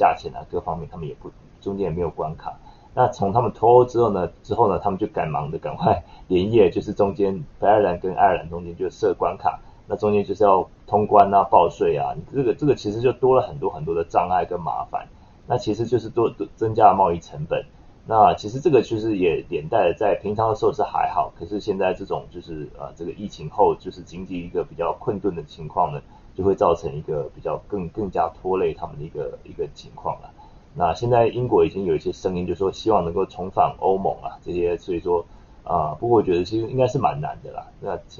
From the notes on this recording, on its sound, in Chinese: 今天的收音有點遠，下次會注意調整，抱歉啦!